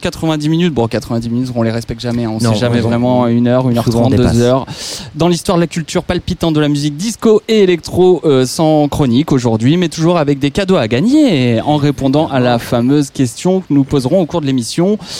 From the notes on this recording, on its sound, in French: en direct du WHO'S NEXT